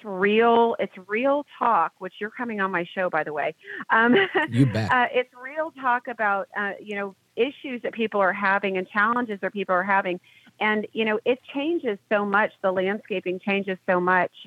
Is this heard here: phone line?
yes